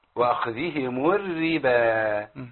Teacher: يعني لازم الرأيين الاثنين يكونوا مرققين